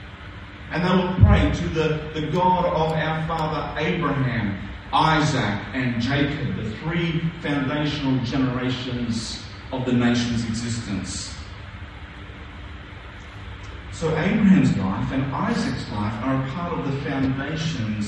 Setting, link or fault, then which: fault, poor sound quality